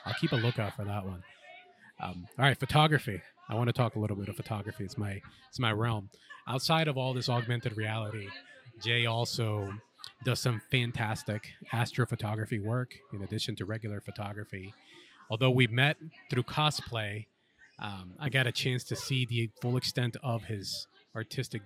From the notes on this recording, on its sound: Recorded at Tampa Bay Comic Con 2023.